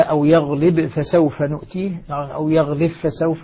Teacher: في قول الله تعالى: أو يغلب فسوف نؤتيه، أو يغلب فسوف، الباء مع الفاء، ستسقط الباء في الفاء ذاتا وصفة طبعا هنا، لأن الإدغام سيكون كاملا